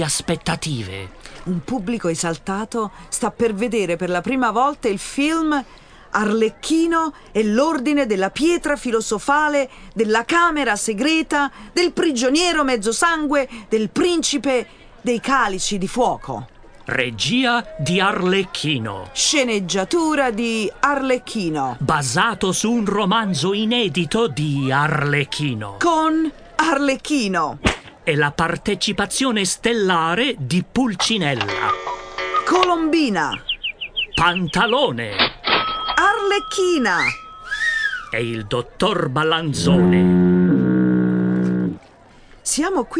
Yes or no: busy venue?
yes